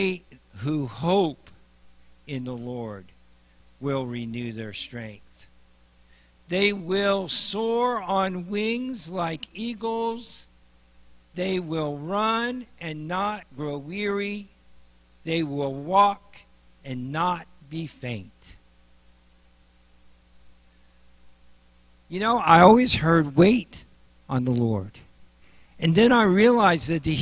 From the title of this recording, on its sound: Mt. Zion Church Live!